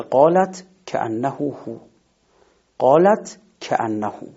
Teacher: این گونه کلمات اگر بعدشون حرف متحرکی بیاد همیشه ساکنشون باقی هست، مثل قالت کأنه هو، قالت کأنه. بعد از تای ساکن حرف کاف مفتوح اومده، یه حرف متحرک اومده، لذا ساکن به قوت خودش باقیه